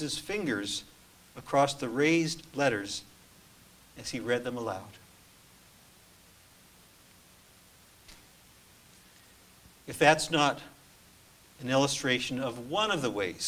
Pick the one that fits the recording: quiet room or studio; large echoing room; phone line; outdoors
large echoing room